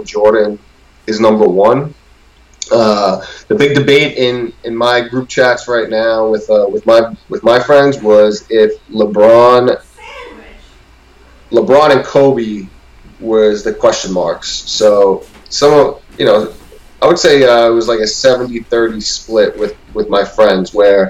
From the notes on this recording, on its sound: Please bare with us through some recording difficulties.